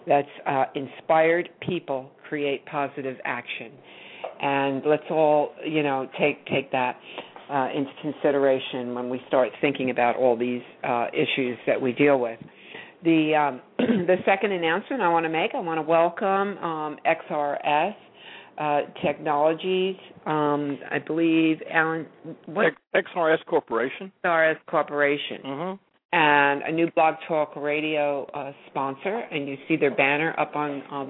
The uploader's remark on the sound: We open up the phone lines in our Trucking Open Forum show